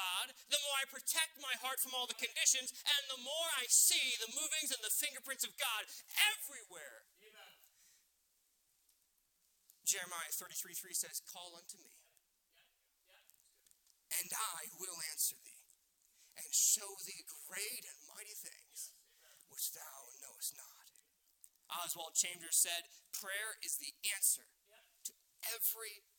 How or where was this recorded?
large echoing room